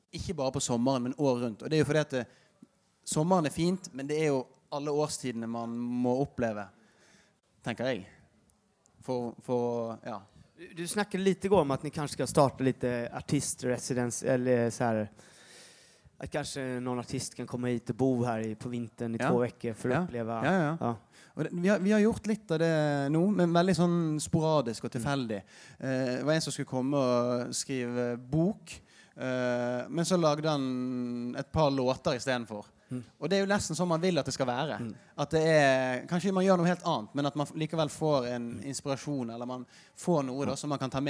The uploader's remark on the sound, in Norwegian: Live fra Trevarefest